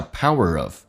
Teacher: Power 跟 of 可以有个连音，用那个字母的 letter R 进行跟 of 的 a 形成一个连音